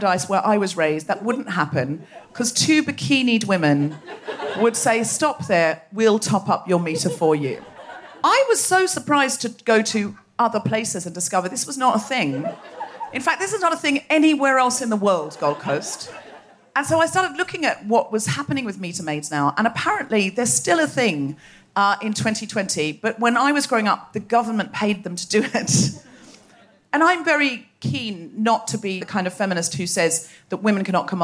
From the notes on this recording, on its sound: Recorded 10 February 2020 at the Miami Marketta on the Gold Coast.